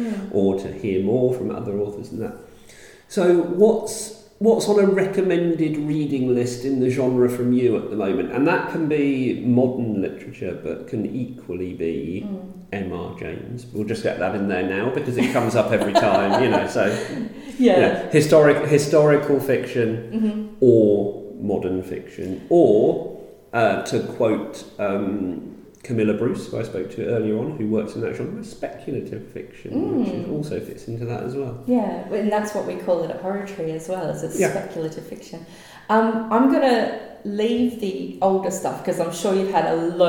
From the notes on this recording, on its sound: Interviews recorded live at the UK Ghost Story Festival in Derby.